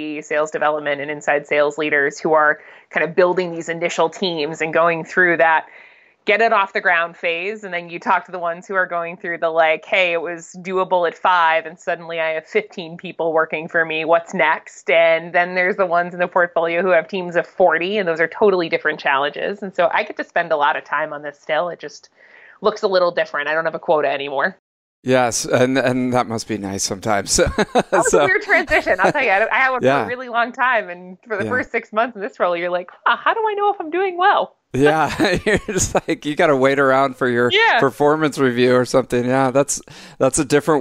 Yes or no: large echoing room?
no